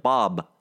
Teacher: I have to fully aspirate the B in a very artificial way